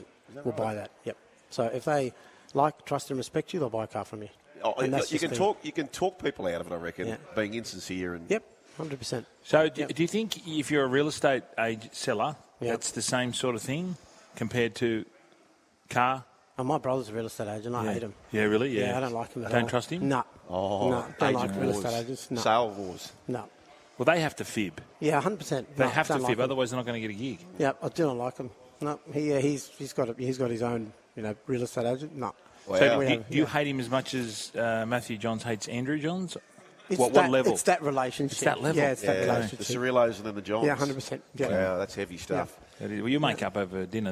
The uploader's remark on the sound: Live From The Dealership